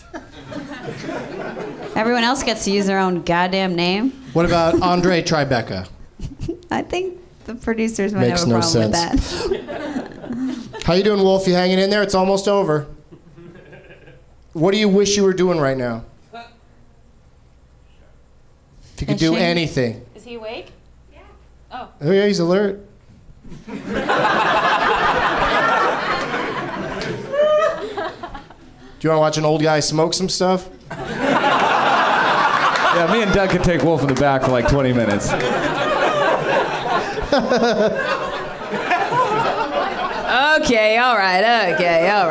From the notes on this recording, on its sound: Live from the NerdMelt Showroom in LA